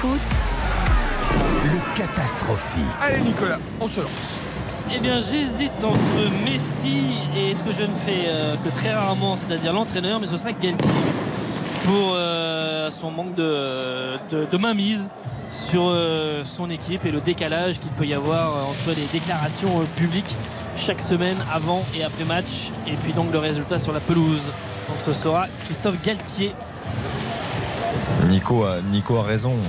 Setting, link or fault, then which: setting, busy venue